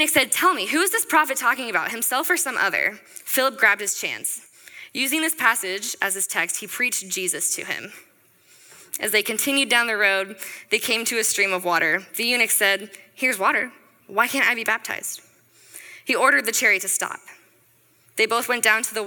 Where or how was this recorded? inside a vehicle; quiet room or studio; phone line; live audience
live audience